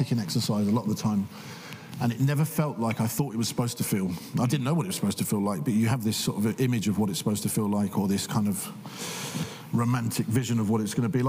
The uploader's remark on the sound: Cambridge Union. Recorded in the Chamber on 17th March 2023 at 7pm.